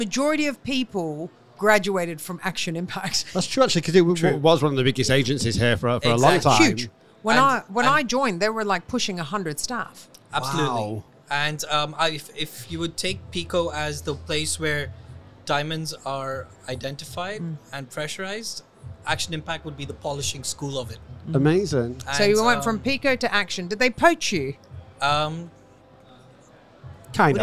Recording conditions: busy venue